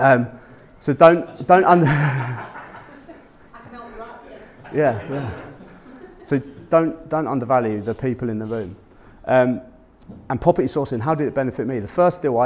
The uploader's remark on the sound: Public speaking event at PPN Humberside. My talk at PPN Humberside.